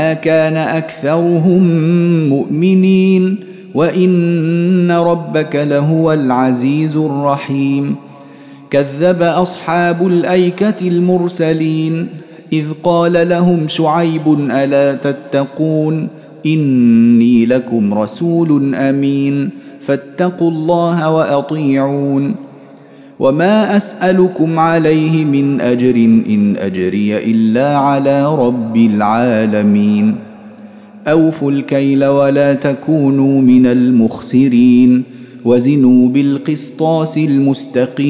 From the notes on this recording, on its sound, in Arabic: مسجل من صلاة التراويح بمسجد السلام بحي مشرفة بجدة.